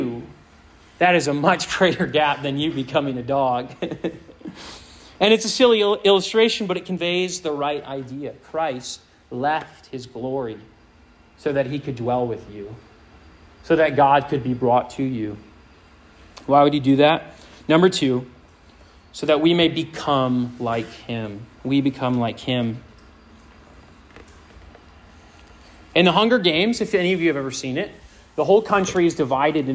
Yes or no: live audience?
yes